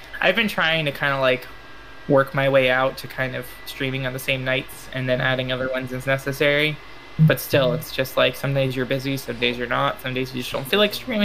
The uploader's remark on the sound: we did have some technical difficulties